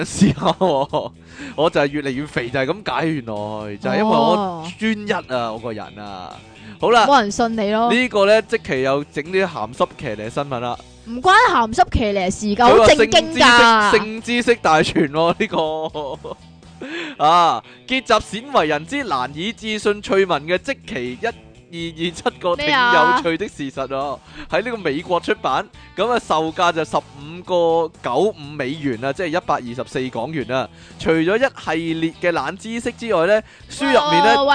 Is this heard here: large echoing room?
no